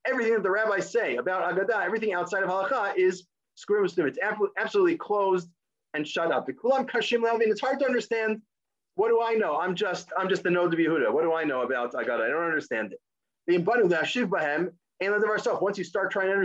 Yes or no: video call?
yes